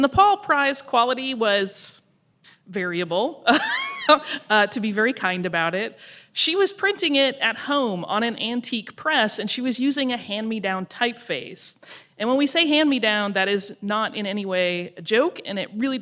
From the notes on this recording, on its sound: Today we've got our live show from our recent East Coast tour.